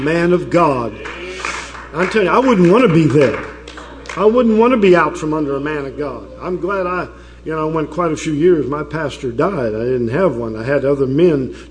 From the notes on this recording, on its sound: preaches CPC Bible Conference in Jeanerette, LA